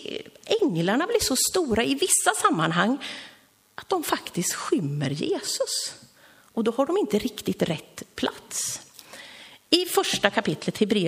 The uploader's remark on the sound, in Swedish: Inspelad under gudstjänst i Löfstadkyrkan i Tranås